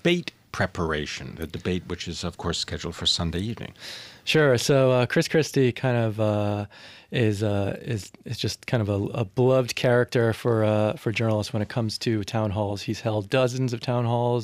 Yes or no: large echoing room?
no